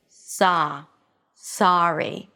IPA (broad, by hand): ˈsɑːɹi